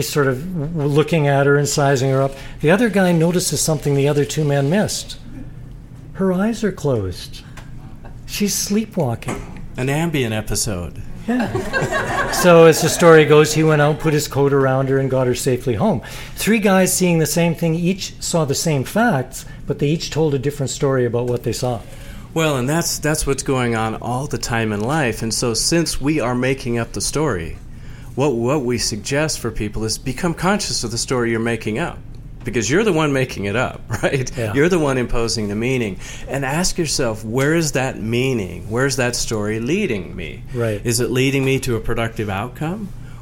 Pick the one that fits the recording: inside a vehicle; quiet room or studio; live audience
live audience